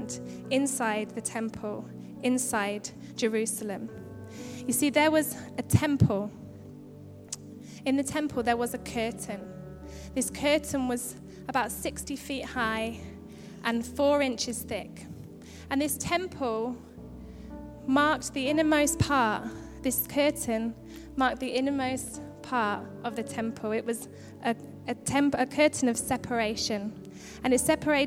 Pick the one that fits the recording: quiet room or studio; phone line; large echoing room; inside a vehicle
large echoing room